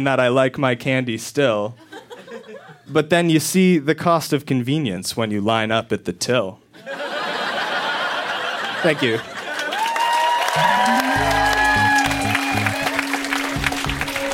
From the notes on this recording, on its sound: Recorded live at Yuk Yuk's in Ottawa.